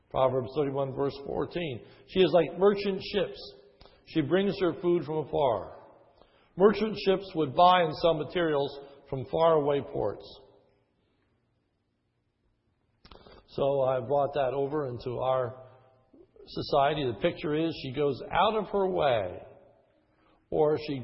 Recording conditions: large echoing room